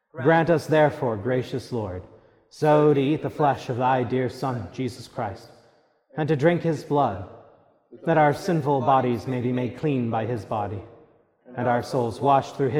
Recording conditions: large echoing room